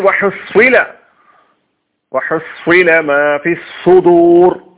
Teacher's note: സ്വാദ് വായ നിറച്ചു പറയണം കനത്തിൽ